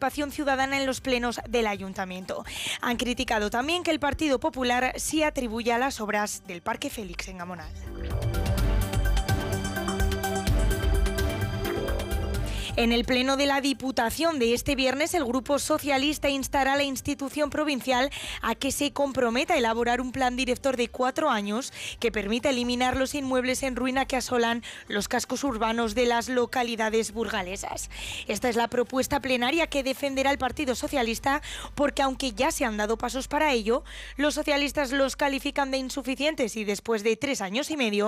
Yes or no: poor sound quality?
no